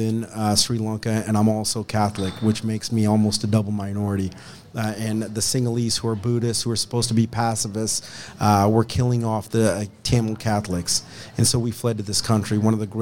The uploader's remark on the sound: broadcast live from the Hamilton County GOP Lincoln Day dinner